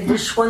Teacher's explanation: The anuswara followed by a da is going to take the nasal, dental nasal.